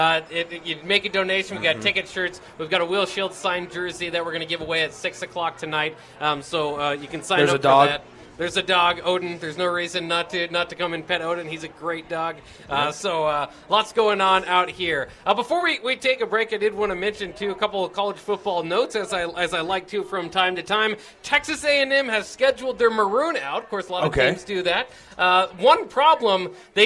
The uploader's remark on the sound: College Football Notes (LIVE FROM CEDARS).